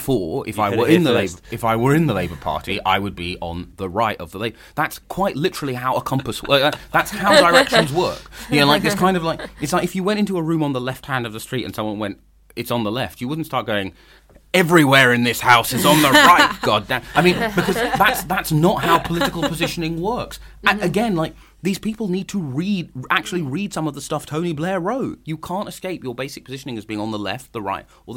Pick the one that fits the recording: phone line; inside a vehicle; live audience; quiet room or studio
quiet room or studio